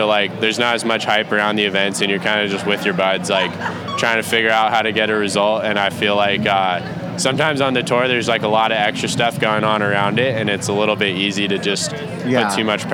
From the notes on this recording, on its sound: Do the pod live at Hansen Surfboards at a party. Lots of surprise guests, funny interactions with people who didn’t know what we were doing.